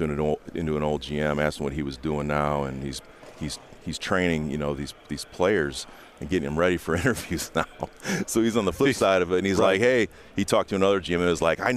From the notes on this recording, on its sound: joins the guys live at the Combine